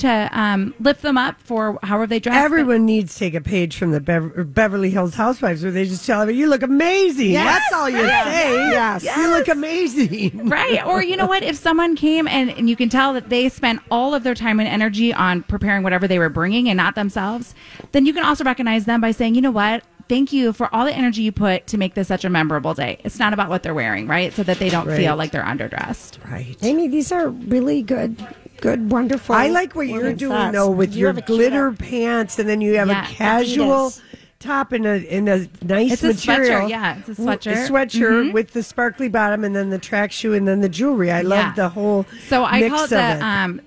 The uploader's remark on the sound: live from Creative Hair Design